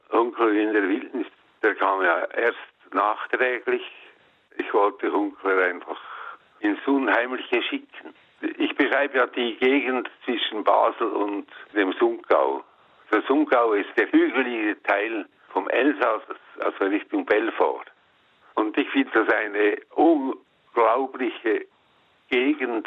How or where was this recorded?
phone line